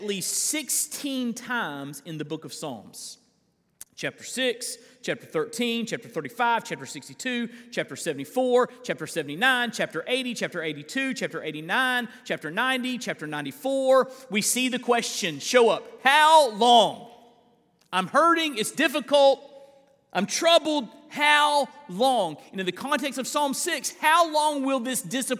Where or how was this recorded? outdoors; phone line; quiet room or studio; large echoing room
large echoing room